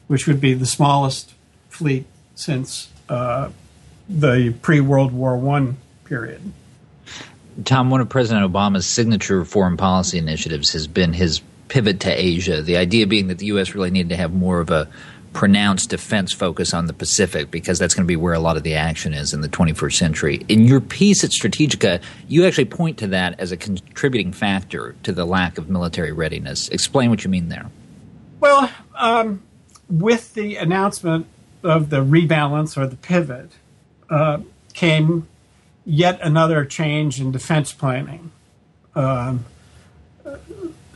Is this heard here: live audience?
no